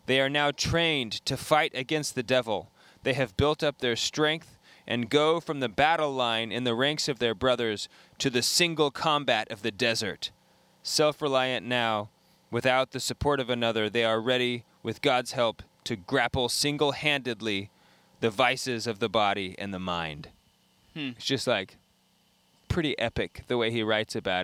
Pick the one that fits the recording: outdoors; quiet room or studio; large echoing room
outdoors